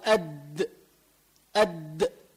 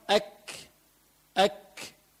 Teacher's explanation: إذا الإنسان قال أد أد بيقدر يعتمد عليها، أما لو قال أك أك بيطلع شيء من النفس